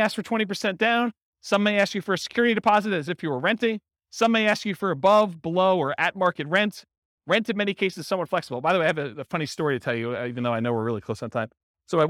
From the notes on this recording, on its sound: Real estate investors and real estate entrepreneurs in Largo, Florida. This was a live class recorded. The live in-person version.